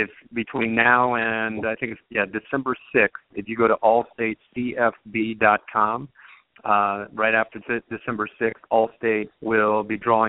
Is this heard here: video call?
no